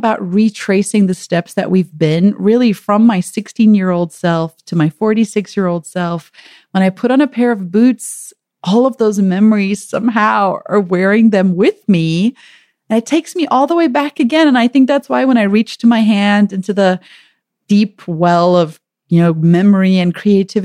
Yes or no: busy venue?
no